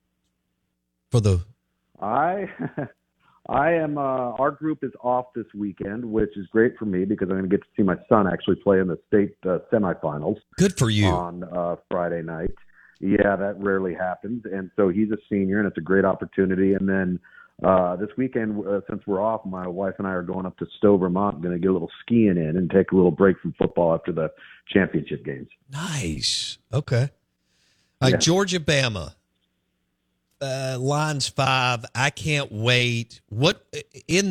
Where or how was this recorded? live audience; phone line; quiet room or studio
phone line